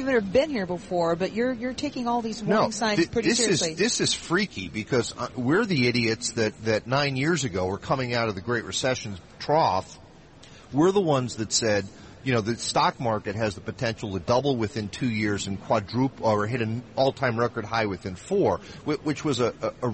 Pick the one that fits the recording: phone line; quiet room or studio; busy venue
busy venue